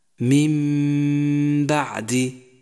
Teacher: حركتان مثال ذلك من بعد جاءت النون الساكنة وبعدها حرف الباء قلبنا النون الساكنة ميما ولم نشدد حرف الباء وحافظنا على غنة زمنها حركتان · Term: الإقلاب